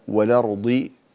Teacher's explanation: كذلك والأرض، ولا تقل والأرضي ولا رضي، زد تفخيم الضاد، فالضاد حرف قوي مستعل مطبق